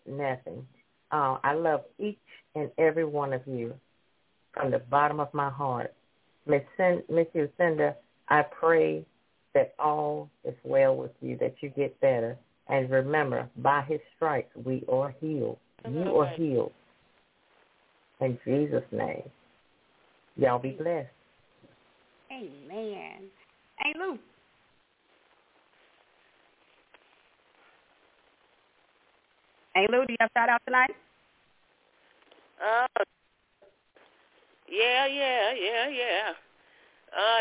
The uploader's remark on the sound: your phone calls